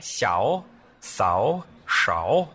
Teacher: So those are three words, and the inflection was intentional. It has to dip and rise.